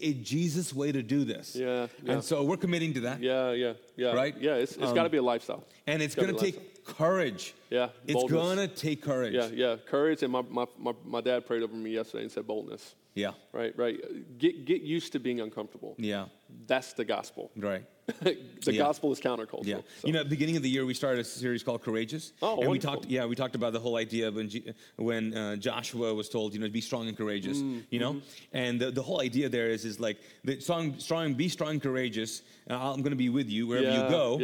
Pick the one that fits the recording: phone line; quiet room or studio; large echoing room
large echoing room